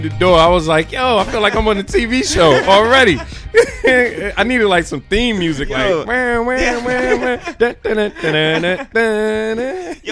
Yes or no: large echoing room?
no